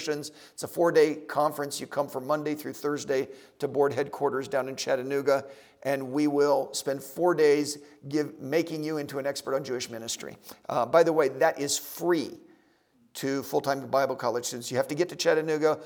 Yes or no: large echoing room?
yes